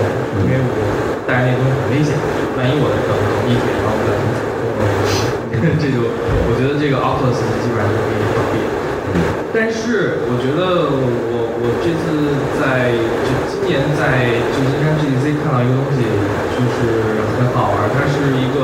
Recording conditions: poor sound quality